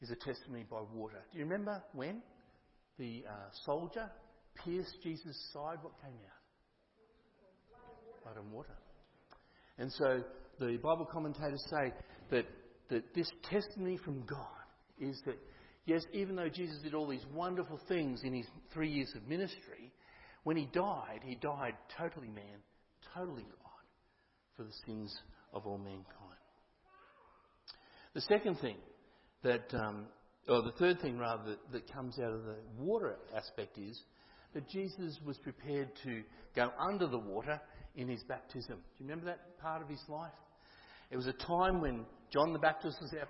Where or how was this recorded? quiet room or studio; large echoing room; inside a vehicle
large echoing room